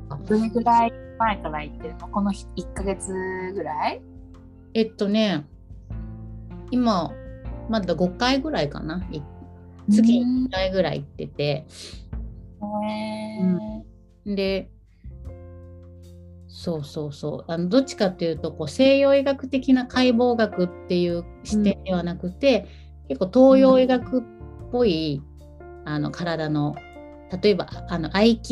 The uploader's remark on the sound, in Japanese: 3人でリモート収録でお届けします。